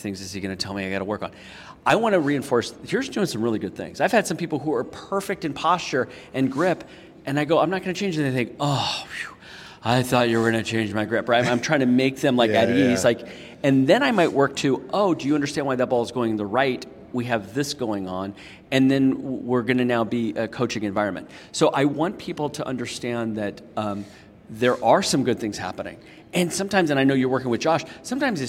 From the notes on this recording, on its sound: LIVE from the PGA Show